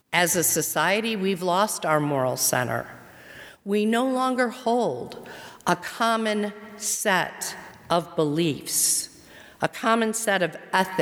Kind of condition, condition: setting, large echoing room